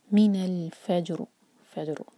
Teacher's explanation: سکون کے بعد واو ہے، من الفجر می پر زور اور جیم کا قلقلہ اور اس کے بعد را کو ساکن کر کے رک رہے ہیں تو ہم ہیوی پڑھیں گے را کو, من الفجر فجر، آگے ہیں ثم اتم الصیام، میم پر